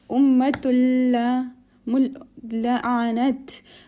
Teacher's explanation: make sure the ayn is recited from the middle of the throat to make it prominent. Nat, again, ta has a sukoon.